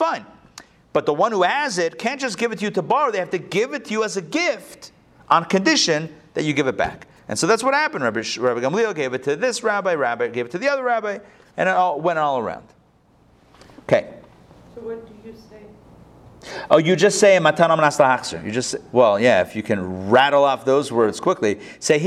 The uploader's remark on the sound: Recorded live at the Intown Jewish Academy on September 19, 2021